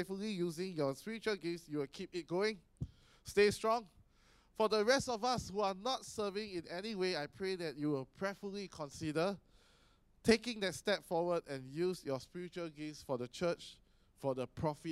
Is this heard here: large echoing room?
yes